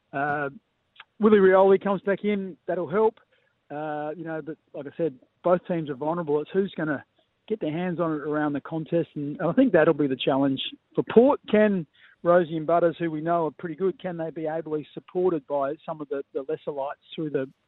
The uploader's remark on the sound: phoned in to chat to the boys